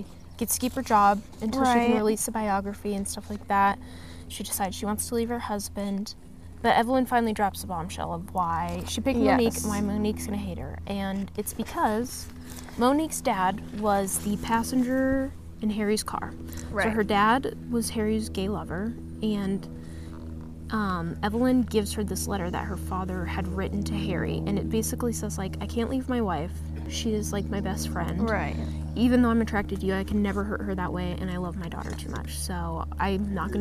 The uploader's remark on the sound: we are filming out in nature so enjoy the sounds of bugs and dogs